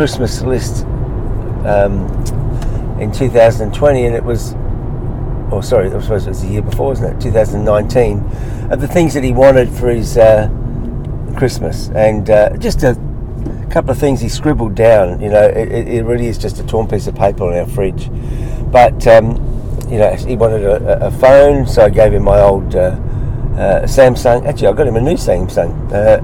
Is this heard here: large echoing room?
no